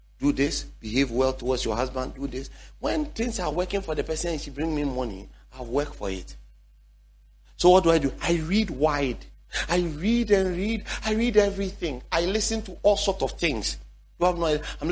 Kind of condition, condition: setting, large echoing room